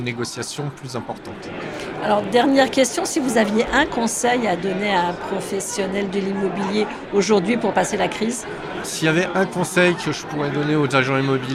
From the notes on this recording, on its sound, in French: Ce podcast a été enregistré à Immo, le congrès de la FNAIM, les 4 et 5 décembre 2023 à Paris. Ce podcast a été enregistré à Immo, le congrès de la FNAIM, les 4 et 5 décembre 2023 à Paris.